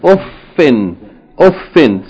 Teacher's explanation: Okay, with the shadda on the fa. Uff, hold, emphasize the fa, hold it a little bit because it's doubled